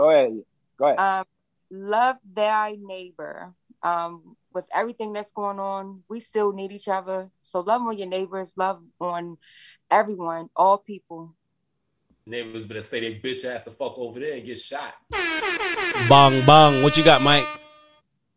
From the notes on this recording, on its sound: Despite the “Social Distancing” via zoom.